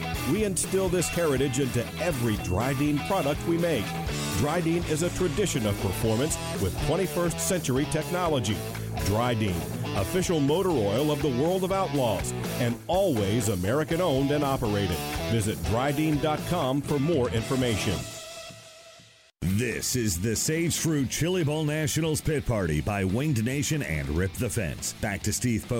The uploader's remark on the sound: Live at the 2019 Chili Bowl Nationals in Tulsa, OK., talking to drivers and fans about tonight's festivities.